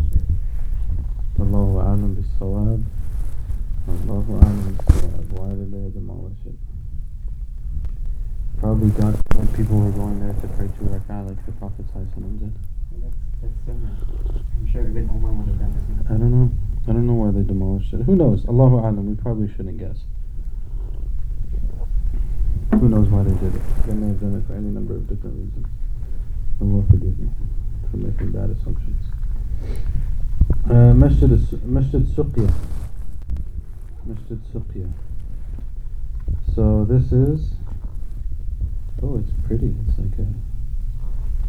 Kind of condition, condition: fault, poor sound quality